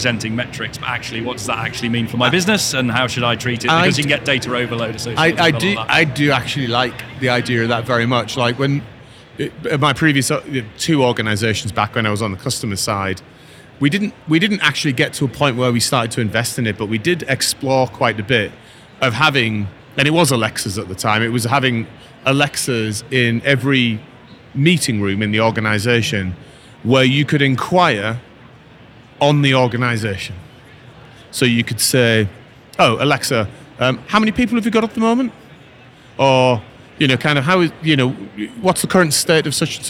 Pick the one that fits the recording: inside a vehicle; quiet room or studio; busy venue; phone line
busy venue